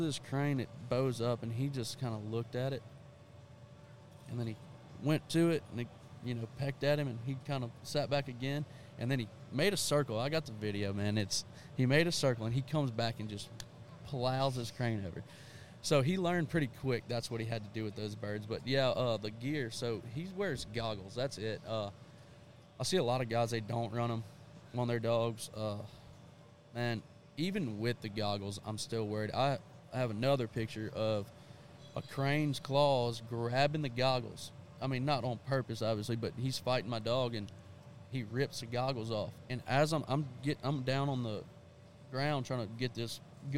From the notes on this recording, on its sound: we are live at the Texas Trophy Hunter's Extravaganza in Dallas, Texas with some interesting fellow exhibitors